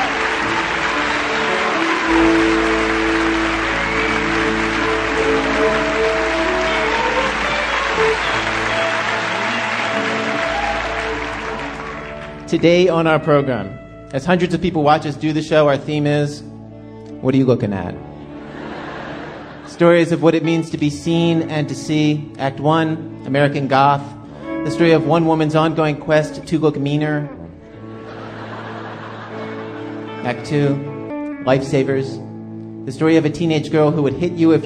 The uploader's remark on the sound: Taped before a live audience in Town Hall in New York City. This was a co-production with WNYC New York.